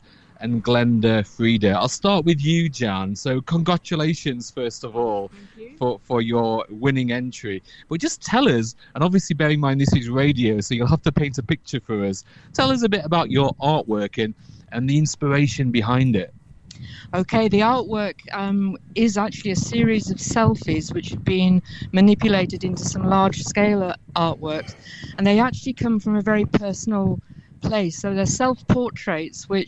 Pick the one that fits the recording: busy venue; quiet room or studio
busy venue